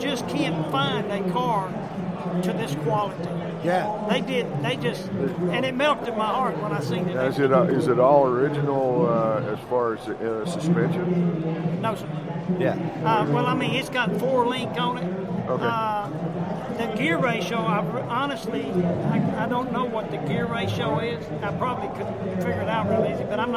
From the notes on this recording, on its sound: We had the pleasure while at the Mecum auto auction in Houston, TX to sit down during our 3rd hour of live broadcast.